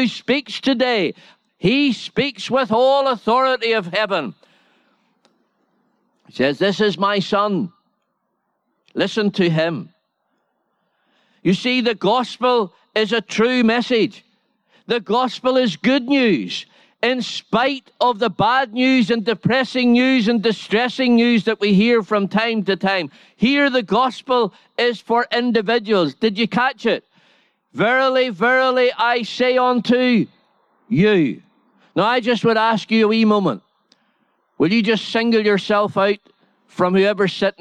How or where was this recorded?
large echoing room